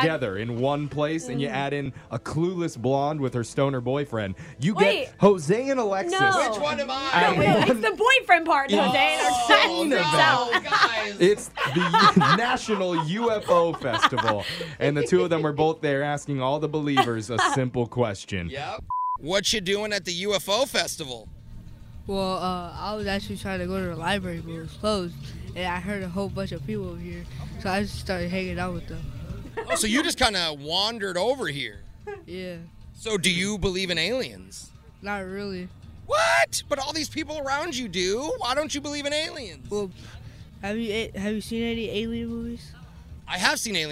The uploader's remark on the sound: Whatcha Doin' at the UFO Festival? Over the weekend, believers from all over the galaxy gathered at one annual event… Were right there with their microphones in hand.